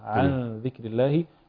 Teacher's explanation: فهنا عن ذكر الله الغنة هنا مرققة